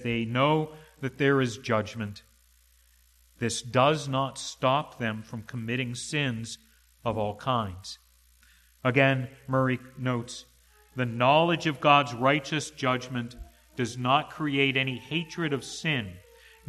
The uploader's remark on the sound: to the congregation at the Manchester Reformed Presbyterian Church of New Kensington, PA, on Sunday, January 09, 2022 .